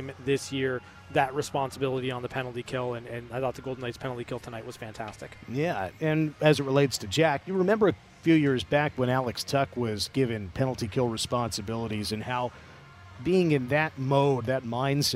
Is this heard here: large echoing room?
no